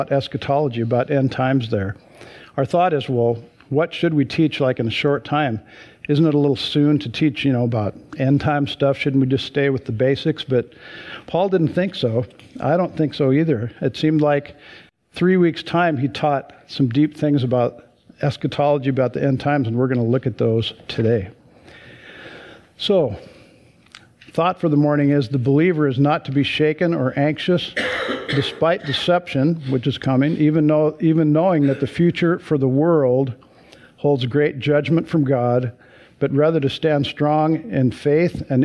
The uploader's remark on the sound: Sunday church service livestream